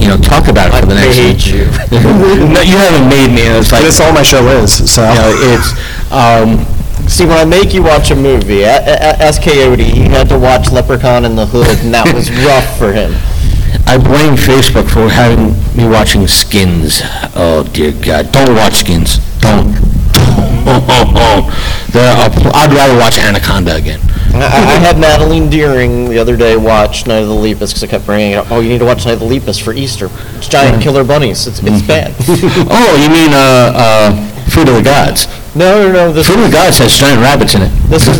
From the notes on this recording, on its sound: panel we got at Main Street Waynesboro Comic Con on April 10th 2021